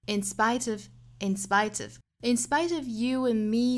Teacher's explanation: I 的发音，是 spite,不要发成 spite,应该是 I,我们的上下开口度要更大，也就是说我们在发 I 这个双元音的时候呢，要格外注意这个 R 的口型， R 这个音呢比我们汉语里面感叹词 R 开口度要更大，也就是下巴还要再往下降一度， R, spite, I, spite,跟后面的 of 连读， In spite of you and me,这个 you 跟 and 连读，我们加一个小小的 w,然后 and 这个词要弱读哈，所以